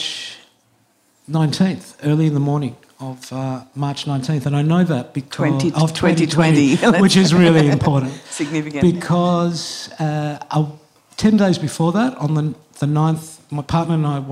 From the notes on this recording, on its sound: This event was recorded on 31 March 2022. Presented in partnership with Montalto.